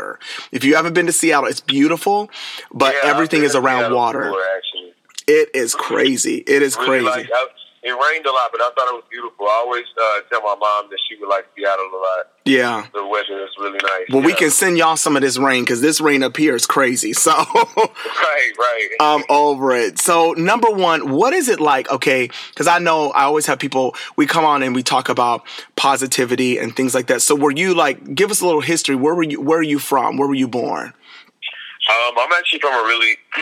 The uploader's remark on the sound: Speaking over the phone.